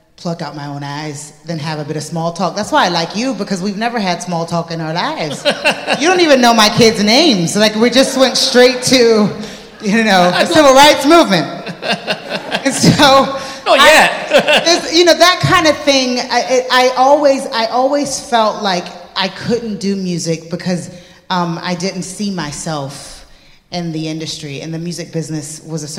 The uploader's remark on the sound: Interview at this year's 4 Corners Festival. Those who filled Fitzroy that night will remember an amazing evening of conversation about music and faith and social justice.